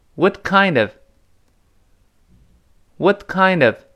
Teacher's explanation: 最后那个 what，what 那个 t 又失去爆破了，因为后面 kind of 下一个词是辅音开头的，所以 what，what，what 是这么一个声音啊。然后 what kindof，这 kind 一定是中毒了。什么类型的中餐呢？kind 中毒。跟后面的 of 连在一块儿，变成 kindof，kind of 连在一块儿，把前三个字放在一块儿跟老师读一遍。What kind of, what kind